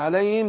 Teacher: الهاء حرف خفاء لابد أن أنا أضغط على المخرج أبينه